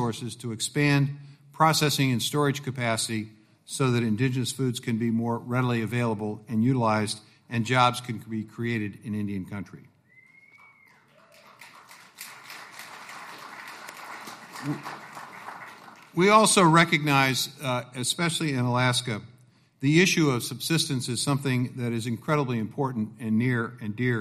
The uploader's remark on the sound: share the stage at the White House Tribal Nations Summit